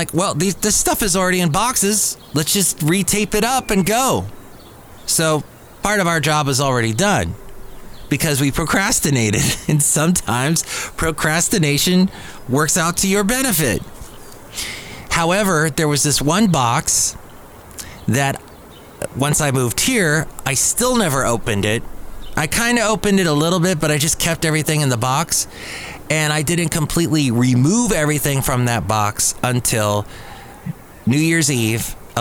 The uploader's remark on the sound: podcasts live from Cafe Anyway